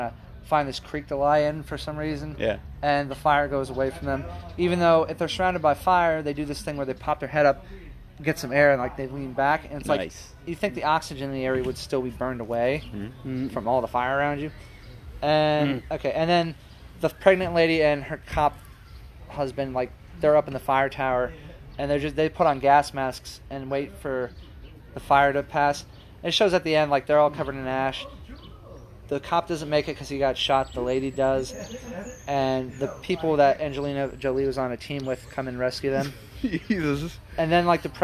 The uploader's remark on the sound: sorry about the noise we recorded it outside and our neighborhood is kinda noisy